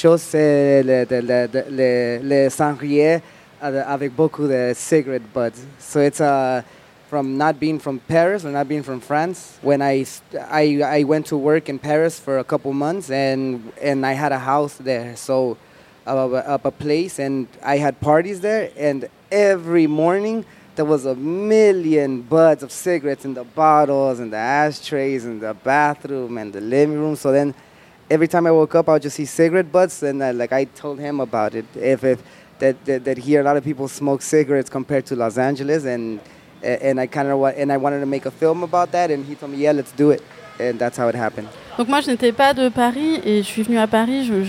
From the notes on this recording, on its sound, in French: Un plateau radiophonique enregistré en public le 24 juillet. Sur la terrasse du Théâtre des Bernadines.